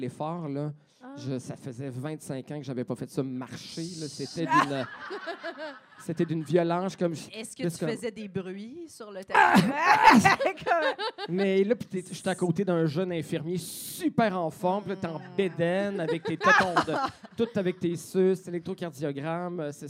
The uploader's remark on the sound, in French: Live devant public au 164 Lounge.